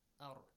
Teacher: Tafkhim ar, right? Because it's preceded by a fatha sound.